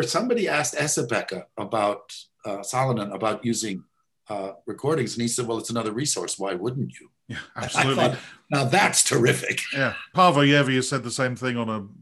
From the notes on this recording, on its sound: This interview was recorded on 14th June 2021 via Zoom.